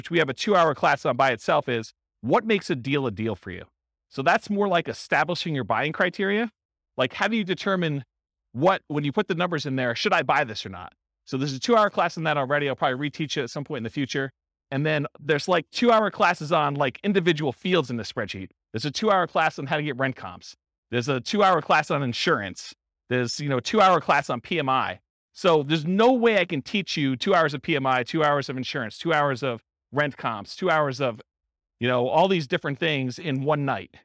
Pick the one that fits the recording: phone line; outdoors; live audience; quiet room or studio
live audience